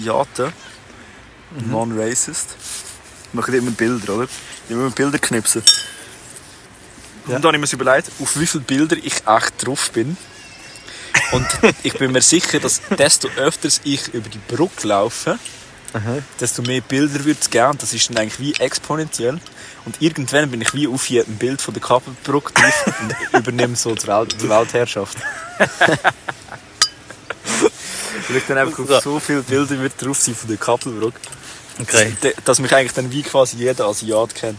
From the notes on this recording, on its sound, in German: Live aus der Anflugschneise.